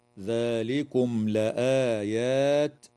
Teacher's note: وتظهر الميم الساكنة عند اللام في قوله تعالى ذلكم لآيات